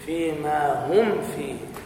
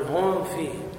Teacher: عند وقوع الفاء بعد الميم الساكنة فإننا نحضر الغنة · Shown in: first take